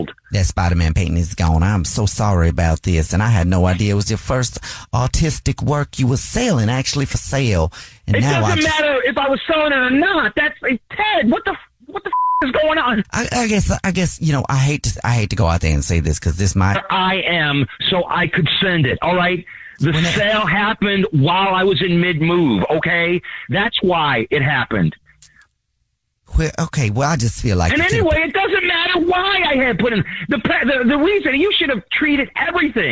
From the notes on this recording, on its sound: A Jubal Phone Prank is when our listeners set-up a friend or family member to wake up with The Jubal Show, phone prank style.